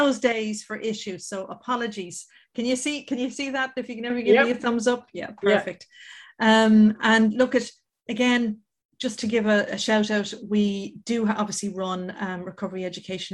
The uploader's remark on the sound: This audio recording of our webinar in partnership with Mental Health Ireland where our panel discuss boundaries.